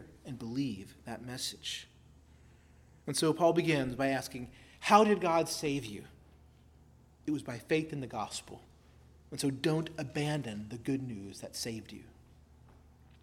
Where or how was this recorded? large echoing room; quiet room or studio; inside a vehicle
large echoing room